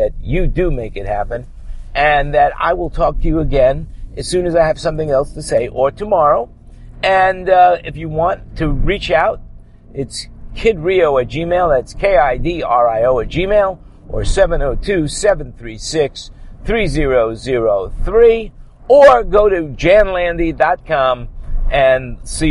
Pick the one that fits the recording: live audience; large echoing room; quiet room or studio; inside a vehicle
inside a vehicle